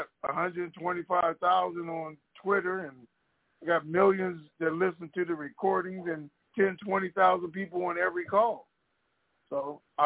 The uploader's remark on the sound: TNTSuperfantastic Conference Call